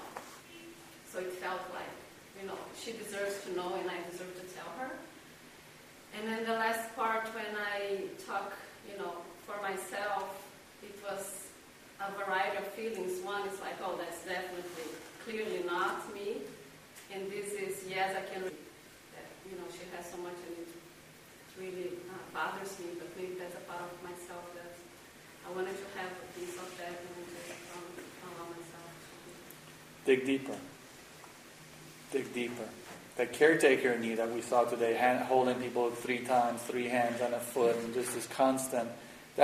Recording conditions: poor sound quality